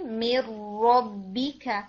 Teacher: یہاں پہ میر جب ہم بولیں گے تو را کو آپ نے اور ہیوی کر کے پڑھنا ہے